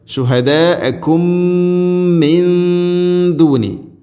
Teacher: മീമിനെ അടുത്ത മീമിലേക്ക് ഇദ്ഗാം ചെയ്ത് അഥവാ കൂട്ടിലയിപ്പിച്ച് മണിച്ചുകൊണ്ട് ഉച്ചരിക്കണം. · Term: ഇദ്ഗാം മുതമാസിലൈൻ